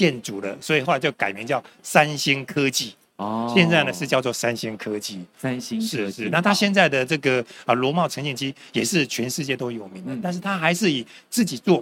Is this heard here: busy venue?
yes